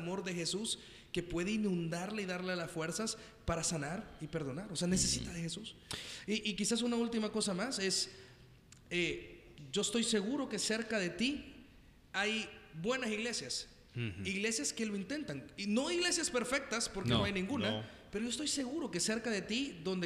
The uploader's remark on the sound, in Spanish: una grabación en vivo desde Paradigma